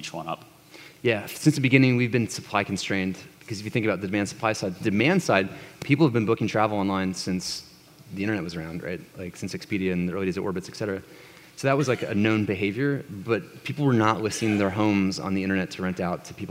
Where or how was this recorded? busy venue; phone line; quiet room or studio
busy venue